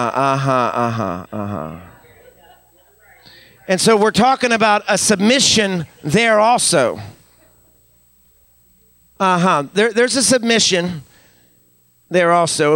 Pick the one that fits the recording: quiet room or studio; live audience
live audience